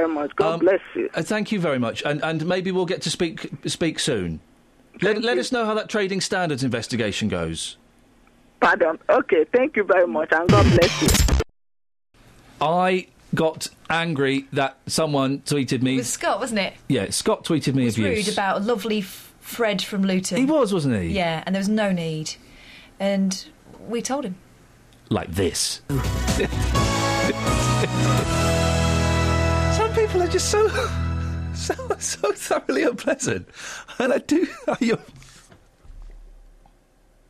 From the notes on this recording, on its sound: we receive a very sad phone call from long time listener